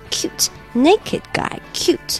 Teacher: naked 我们把后面的 ed 啊做一下弱读啊，把位置空出来，弱弱的发就好